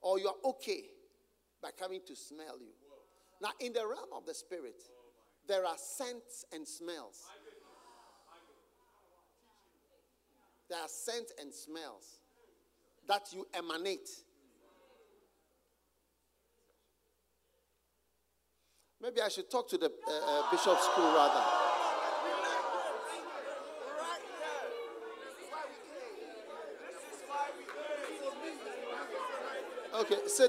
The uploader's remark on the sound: Preached at the Use It or Lose It Camp, USA.